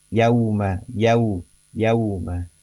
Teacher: Yauma, yauma bacaan yauma fathah huruf ya langsung diikuti oleh dilanjutkan oleh huruf wawu sukun, ada vokal a dan u gitu ya. Nah, yang dibaca secara peralihan dan secara halus gitu ya. · Term: bunyi diftong